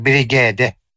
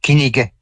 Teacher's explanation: В начале и в конце слова никогда не допускается, в середине не более 2. Поэтому русские слова разделяются вставными гласными